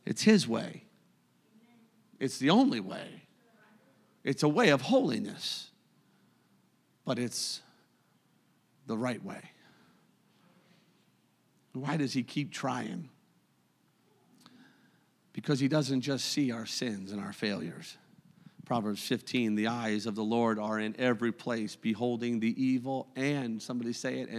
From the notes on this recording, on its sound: a service recording from Connect Point UPC